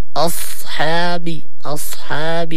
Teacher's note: ونحذر من أن نفخم الحاء، هو مرقق